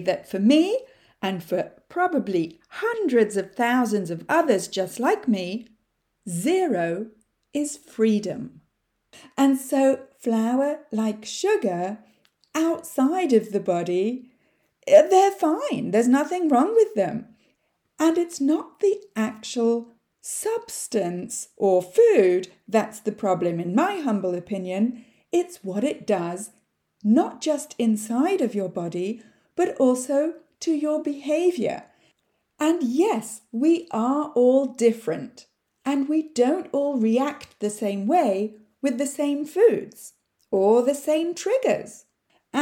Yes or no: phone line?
no